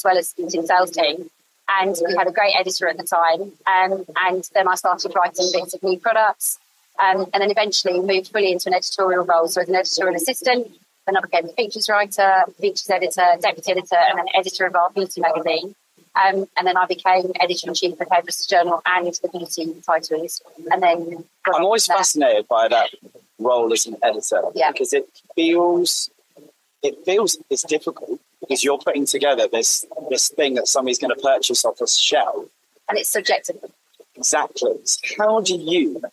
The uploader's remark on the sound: There’s a slight audio issue on this one that we just couldn’t work around